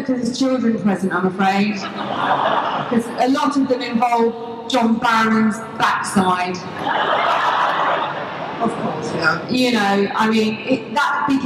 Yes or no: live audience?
yes